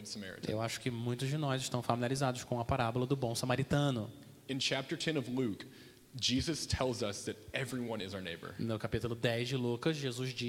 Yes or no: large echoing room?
yes